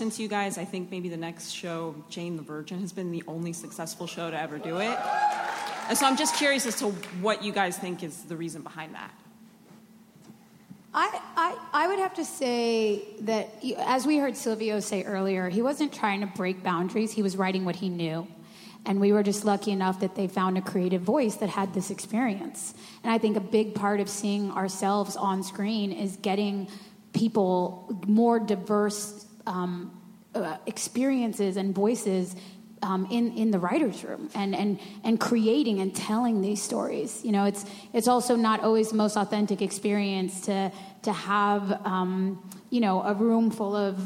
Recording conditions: busy venue